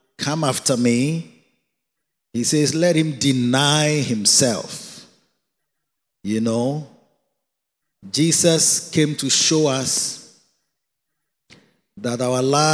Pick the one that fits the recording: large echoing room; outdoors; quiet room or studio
large echoing room